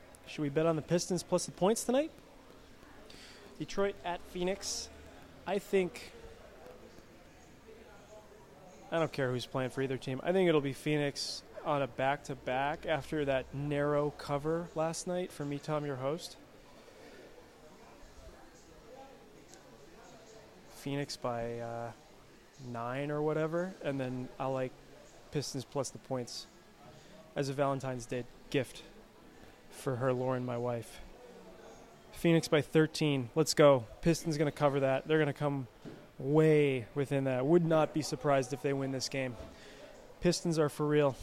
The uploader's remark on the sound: Live from Dimond Slice